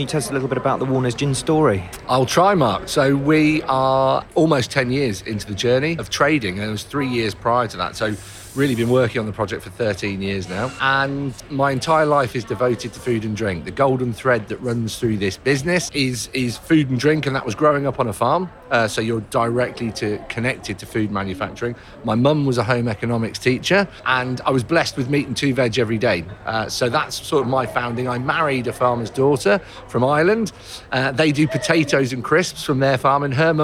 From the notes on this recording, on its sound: Recorded at Retail Week Live 2022. Recorded at Retail Week Live 2022.